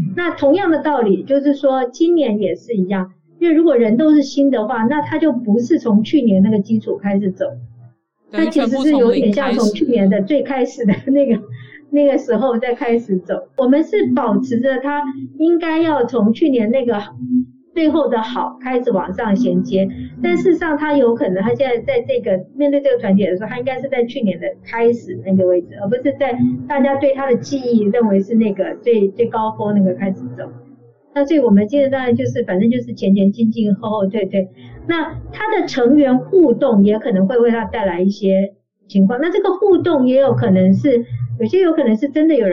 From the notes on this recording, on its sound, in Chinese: 本集採線上錄音，音質欠佳請見諒